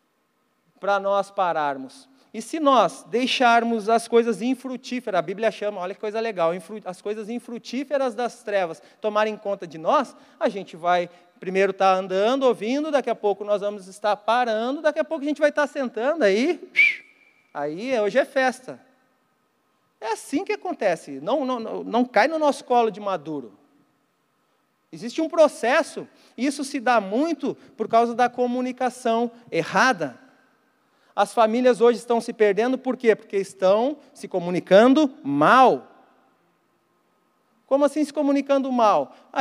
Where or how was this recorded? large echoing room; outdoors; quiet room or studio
large echoing room